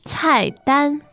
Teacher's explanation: Fourth tone and first tone.